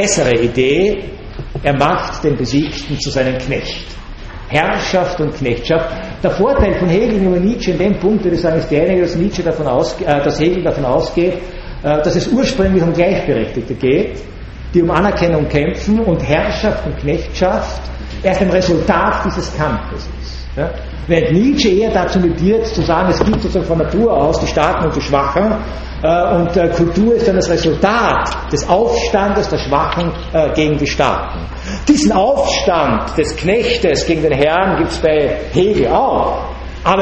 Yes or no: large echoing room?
yes